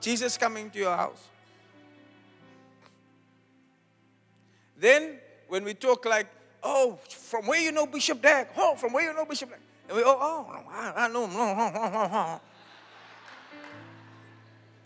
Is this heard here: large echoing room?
yes